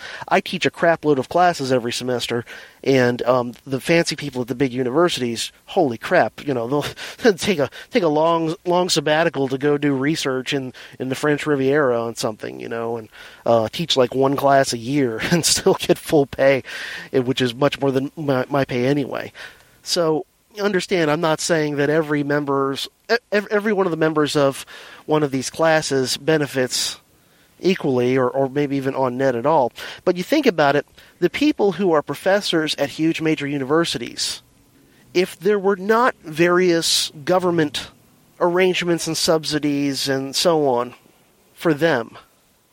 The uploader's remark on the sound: Here is the first mobile DHP episode in a while, recorded over the course of my commute to & from work. (BTW, the audio is much improved over previous in-the-car recordings!).